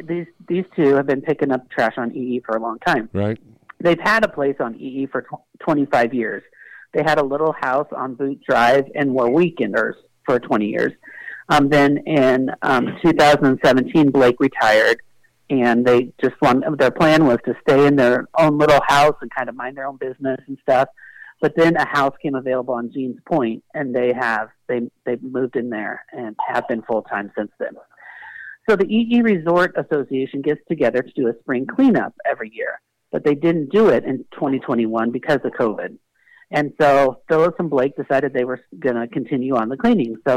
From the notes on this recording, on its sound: called